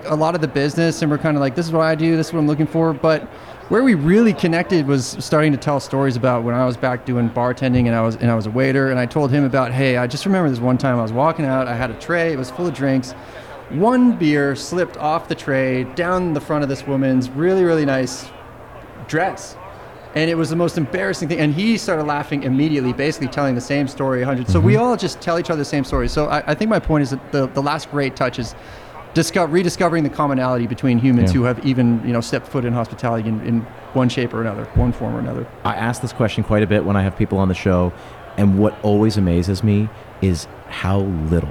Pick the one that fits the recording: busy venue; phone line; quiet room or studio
busy venue